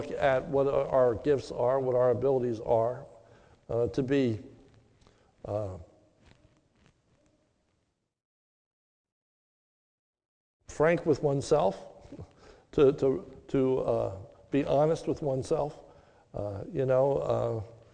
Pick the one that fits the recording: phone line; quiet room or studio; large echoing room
large echoing room